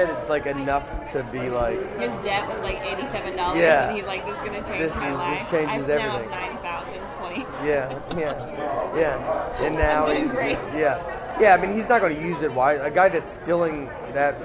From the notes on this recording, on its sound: Open the show live from Big Slick Ten.